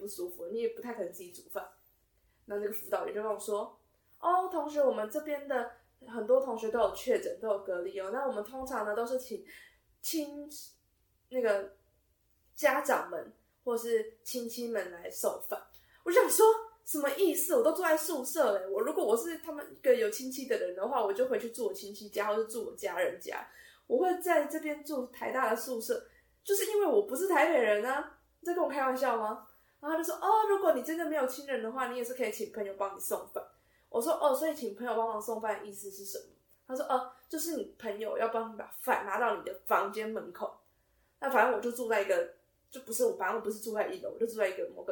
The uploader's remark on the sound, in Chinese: 音質因無使用麥克風而略有瑕疵